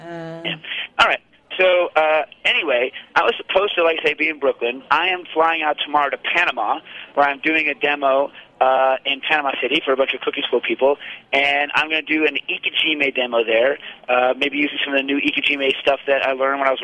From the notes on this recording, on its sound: Live from Bogota. Cooking Issues goes from Brooklyn to Bogota. A call in show from Columbia.